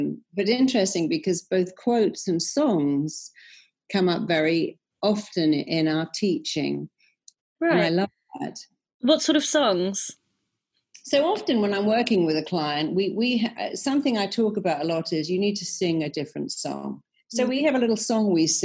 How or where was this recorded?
video call